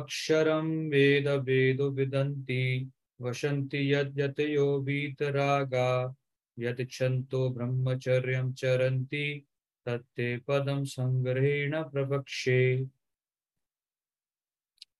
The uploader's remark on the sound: Zoom online session